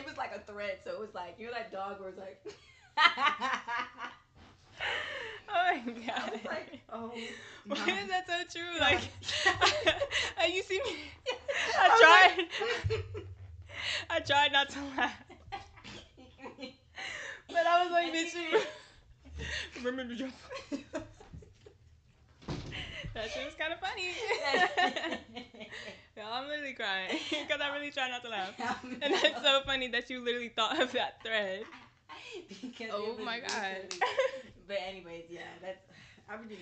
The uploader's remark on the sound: Two girls, one mic. I have about four microphones but I could only use one to record both of us so excuse the inconsistent volume, we tried our best to make it work.